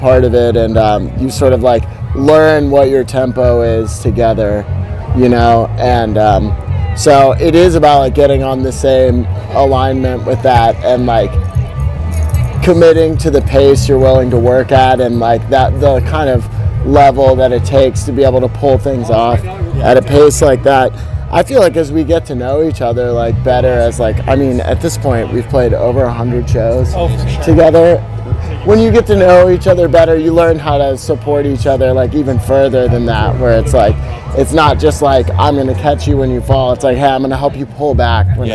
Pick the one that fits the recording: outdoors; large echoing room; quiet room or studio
outdoors